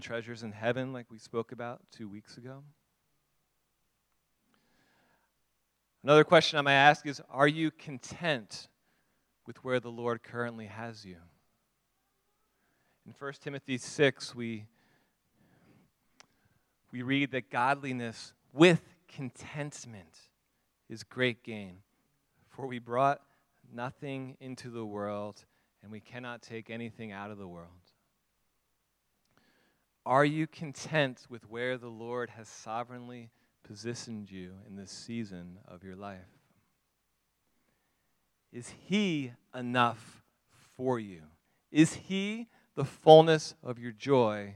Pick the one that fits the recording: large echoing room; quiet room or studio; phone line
large echoing room